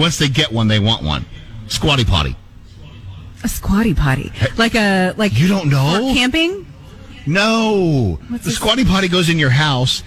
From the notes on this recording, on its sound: our show LIVE at Dunkin!